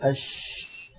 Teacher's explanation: كذلك الشين حرف رخو، رخو يعني يجري معه الصوت كما مر معنا أيضا في صفات الحروف. فلما نقول أش نجد بأن الصوت يمتد، فالشين يجري معها النفس ويجري معها الصوت، فهي مهموسة رخوة.